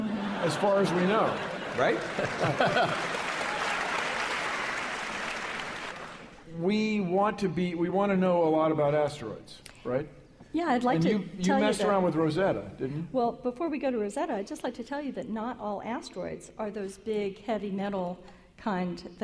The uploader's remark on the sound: Live! from SF Sketchfest 2015. From the stage of San Francisco’s Nourse Theater.